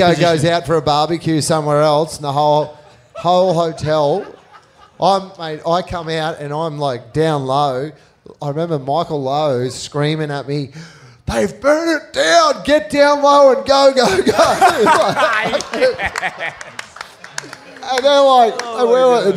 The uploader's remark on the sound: LIVE from the Cooly Hotel